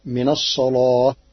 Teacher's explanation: من الصلاة. قرأ ورش كلمة الصلاة بتغليظ اللام لوجود الصاد قبلها